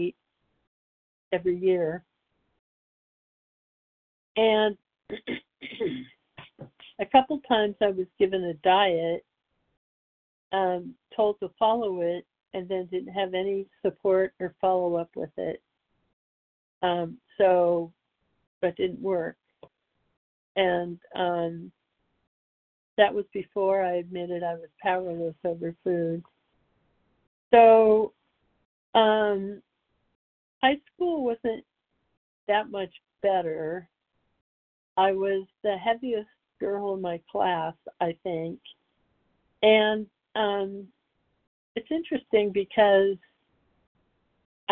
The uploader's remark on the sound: from the 100 Pounders Phone Meeting, 5/29/23